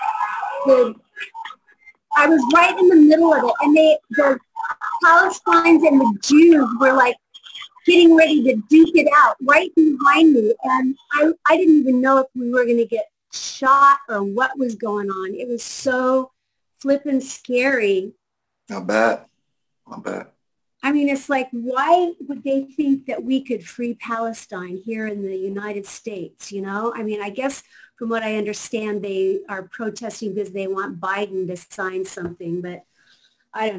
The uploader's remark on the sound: before we start the Zoom Show